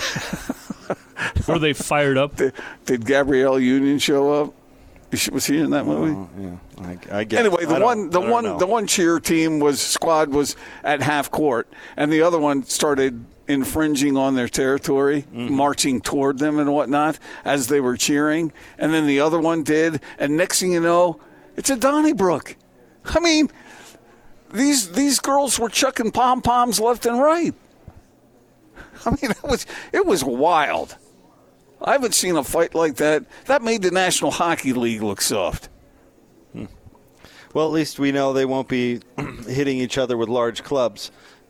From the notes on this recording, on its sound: LIVE at LHM Sandy